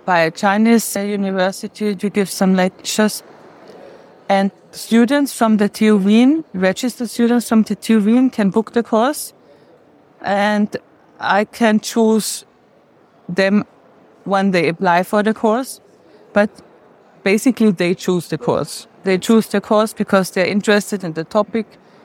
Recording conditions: busy venue